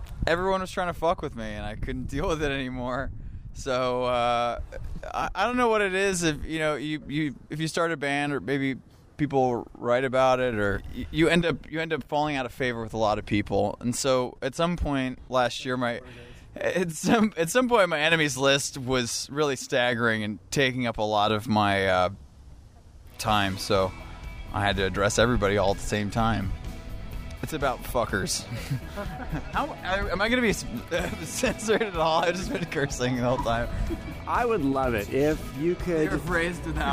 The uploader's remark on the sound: In the parking lot behind Vancouver Main Street landmark Red Cat Records. It was a windy fall day so we took refuge at a staircase behind the store. As his bandmates shivered in the wind.